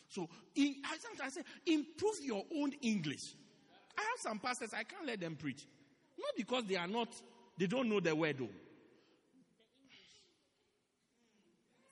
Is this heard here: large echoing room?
yes